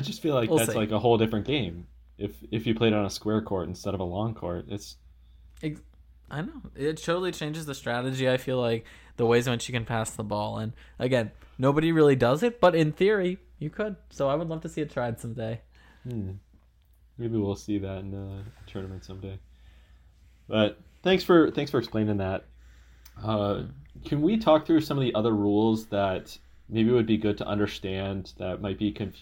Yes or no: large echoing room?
no